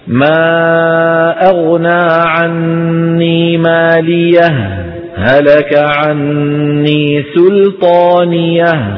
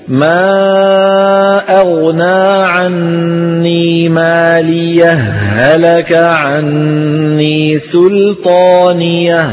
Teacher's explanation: الوجه الثاني الإدغام، ندغم الهاء في الهاء · Shown in: second take